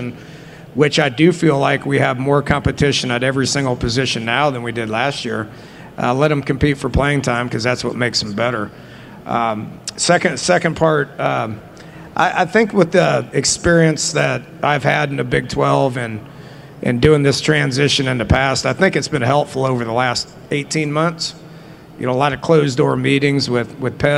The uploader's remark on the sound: press conference at Big 12 Football Media Days